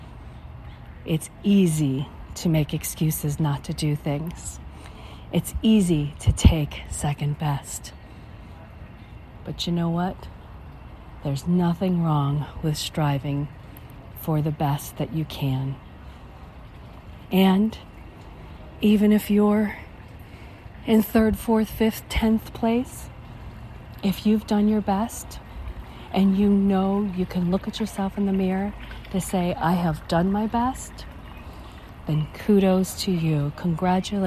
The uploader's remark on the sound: On the walking paths at the Spring Preserve in Las Vegas, Nevada, USA. This is a special on location Walk and Talk of our Mindfulness Summer Tour 2022.